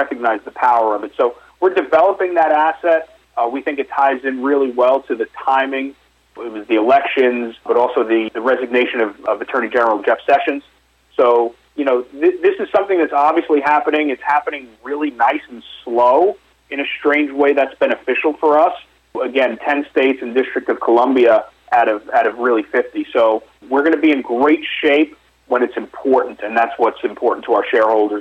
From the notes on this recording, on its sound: called in to SmallCapVoice